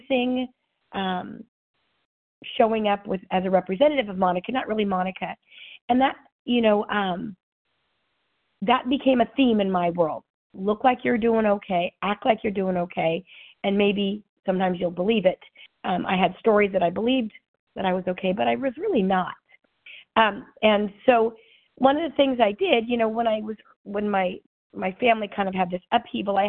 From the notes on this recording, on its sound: 100 Pounders Phone Meeting